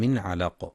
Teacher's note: مع مراعاة الإظهار الحلقي في من علق لوقوع العين بعد النون، ويراعى أيضا قلقلة القاف عند الوقف.